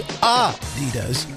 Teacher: with a slight emphasis on the first syllable, not Adidas, stressing the second.